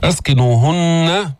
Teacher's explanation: لابد من بيان الغنة في النون المشددة